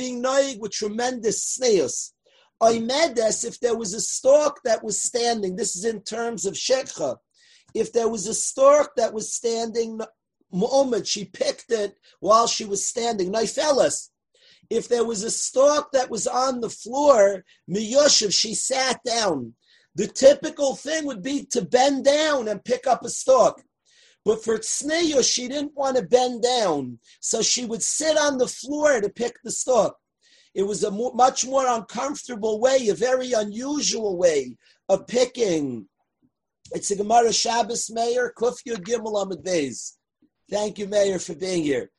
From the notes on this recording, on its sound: From last year's zoom shiur - on Torah anytime!